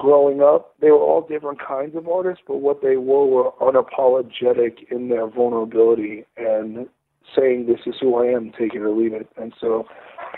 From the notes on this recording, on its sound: got on the phone